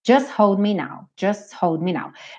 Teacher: Ele sumiu com esse T e aí ficou just hold.